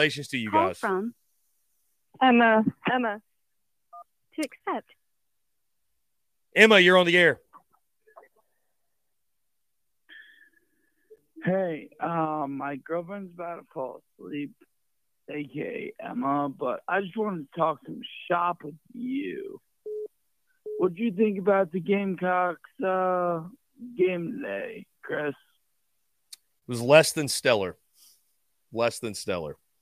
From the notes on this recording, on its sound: Postgame Call-In Show